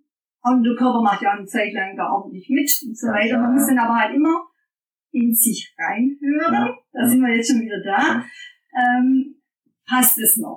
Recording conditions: poor sound quality